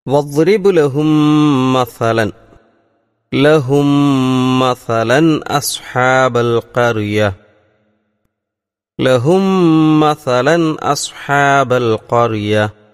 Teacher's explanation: ഒരു മീമിനെ മറ്റേ മീമിൽ, രണ്ടാമത്തെ മീമിൽ ലയിപ്പിച്ചുകൊണ്ട് ഉള്ള ഒരു പാരായണ രീതിയാണ്, മണിച്ചുകൊണ്ടുള്ള പാരായണ രീതിയാണ് നമ്മളവിടെ സ്വീകരിക്കേണ്ടത്.